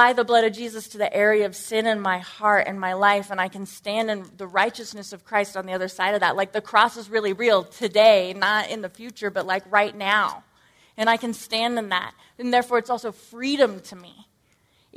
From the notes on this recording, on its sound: Originally recorded at NorthRock Church on March 12, 2018.